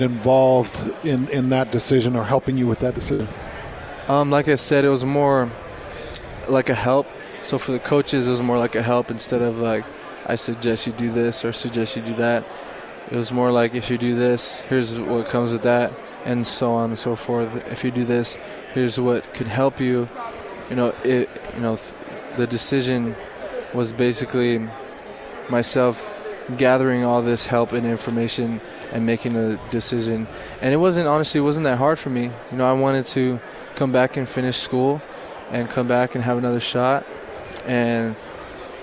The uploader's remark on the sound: live from Pac-12 Media Day